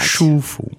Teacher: that's first tone and neutral tone